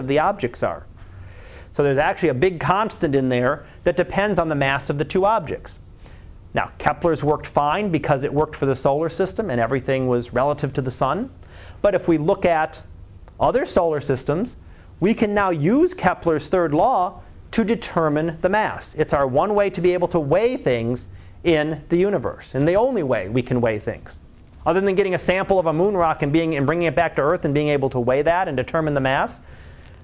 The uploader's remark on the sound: Live Class Lecture